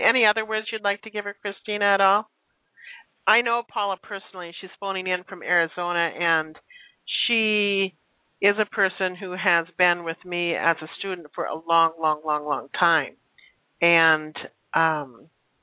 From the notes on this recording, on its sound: She is currently living in California and will be joining us via phone.